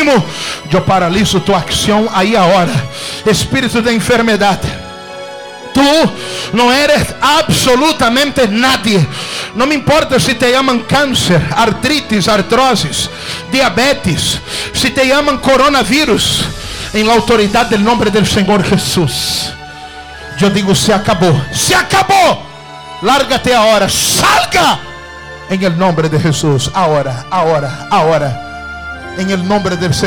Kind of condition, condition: setting, large echoing room